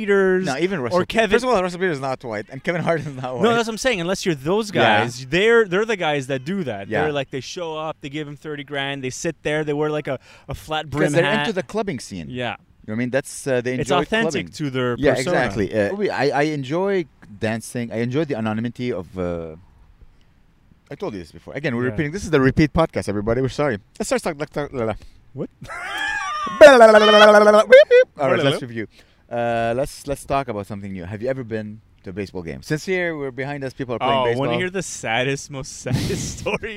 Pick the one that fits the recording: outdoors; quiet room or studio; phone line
outdoors